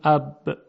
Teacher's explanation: حرف با صوتش ایجاد میشه بین لبها و قطع میشه · Term: صامت